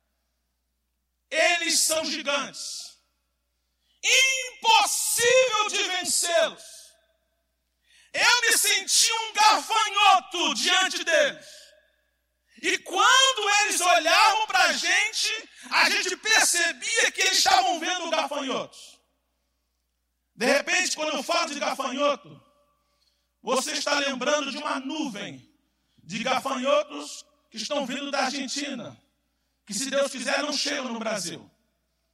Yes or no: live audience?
yes